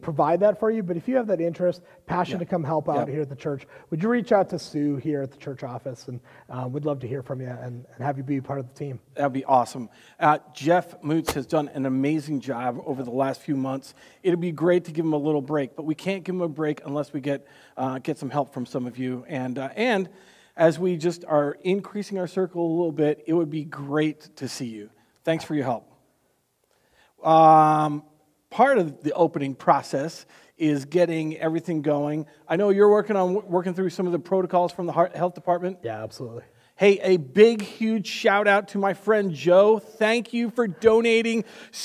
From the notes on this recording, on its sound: Recorded on June 7th, 2020 at Word of Life Church in Le Sueur, MN. WHOLE SERVICE AUDIO.